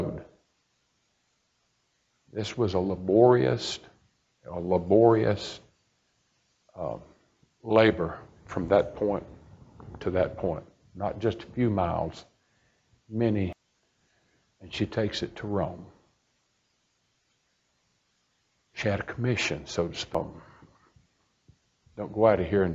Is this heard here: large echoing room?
yes